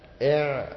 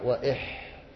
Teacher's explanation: العين وهي أقرب إلى الصدر من الحاء